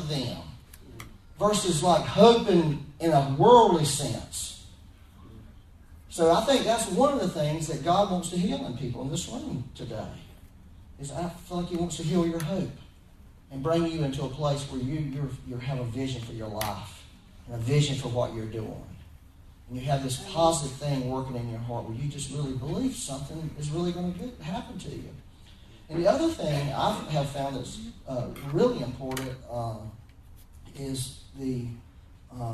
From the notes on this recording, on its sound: Please excuse the poor audio quality. We had to use a back up recording method for this Sunday.